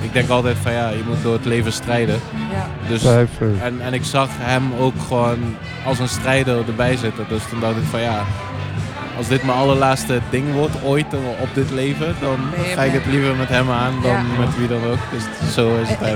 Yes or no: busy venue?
yes